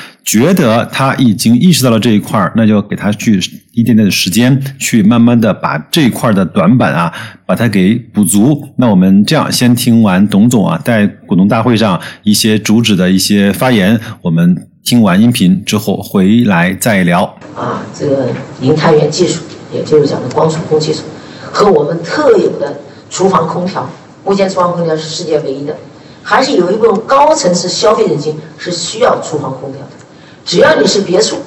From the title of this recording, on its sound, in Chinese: 格力电器2021 股东大会实况录音